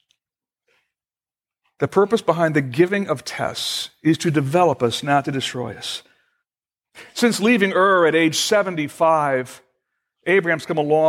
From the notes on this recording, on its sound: Originally recorded December 7, 2014, at Fellowship Missionary Church, Fort Wayne, IN.